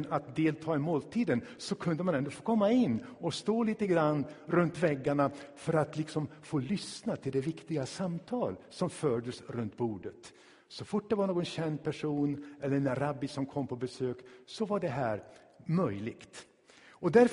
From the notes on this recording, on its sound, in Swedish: Inspelad i Tabernaklet i Göteborg.